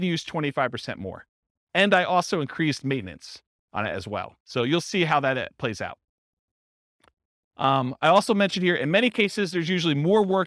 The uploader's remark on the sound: This was a live class recorded